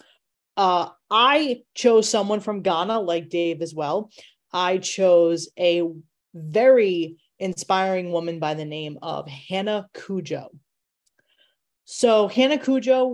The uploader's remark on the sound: your four hosts are back around the (Zoom) table